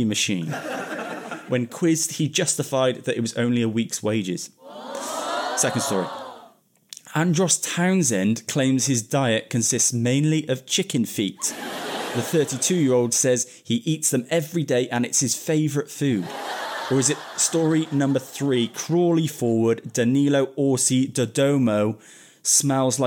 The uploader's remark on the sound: recorded in-front of a live studio audience